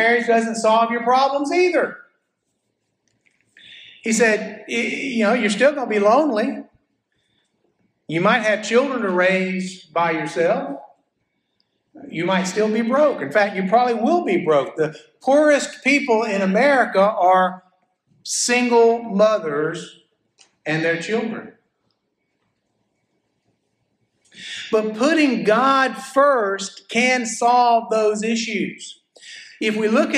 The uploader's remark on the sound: a sermon I preached at First Baptist Church Florala